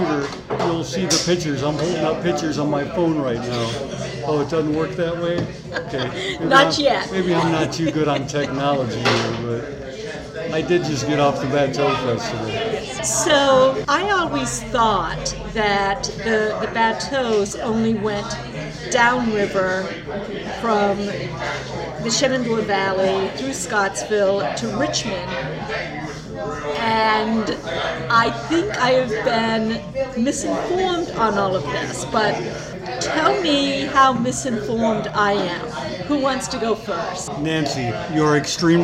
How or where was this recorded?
busy venue